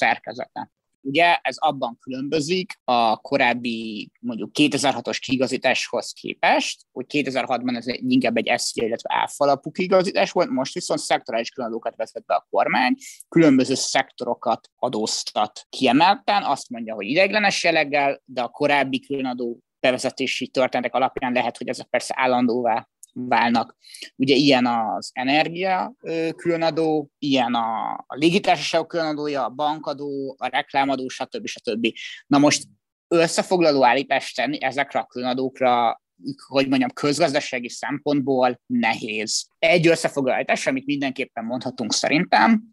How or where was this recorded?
video call